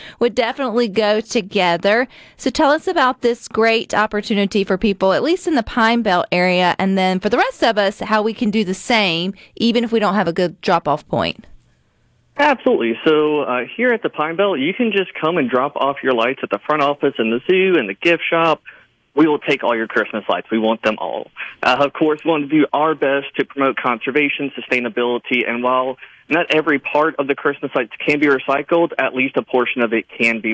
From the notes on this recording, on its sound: joins the conversation by phone